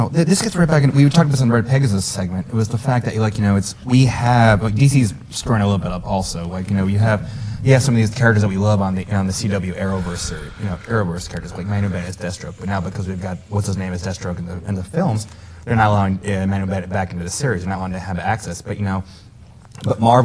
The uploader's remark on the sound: We were live at Who Needs Sleep 2017!